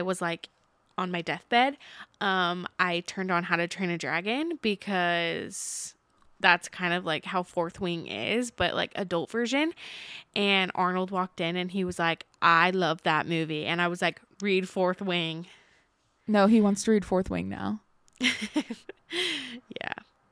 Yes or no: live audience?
no